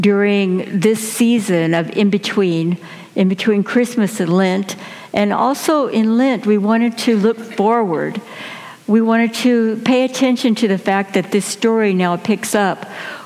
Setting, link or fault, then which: setting, large echoing room